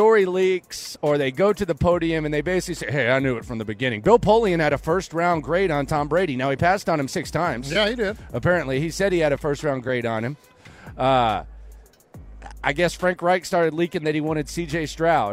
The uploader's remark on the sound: Live from Radio Row